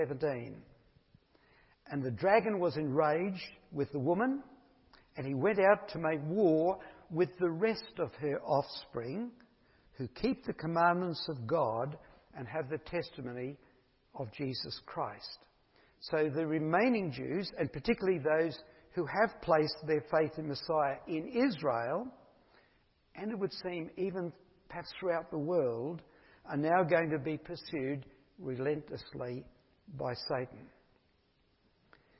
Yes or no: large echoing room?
yes